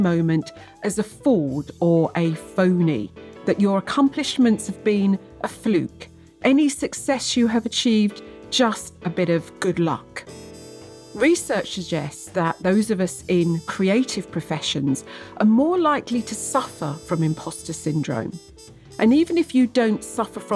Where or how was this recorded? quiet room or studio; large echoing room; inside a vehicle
quiet room or studio